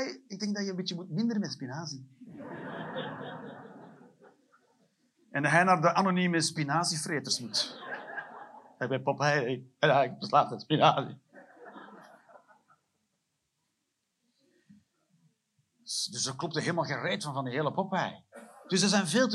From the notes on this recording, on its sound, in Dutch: Live 30 September 2023, Cc De Werft, Geel.